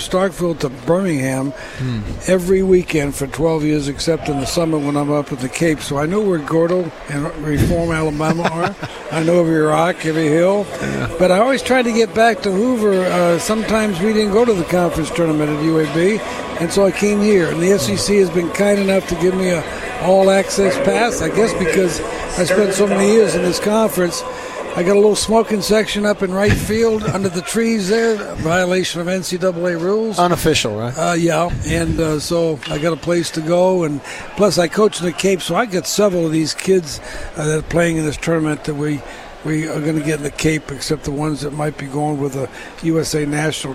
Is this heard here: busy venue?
yes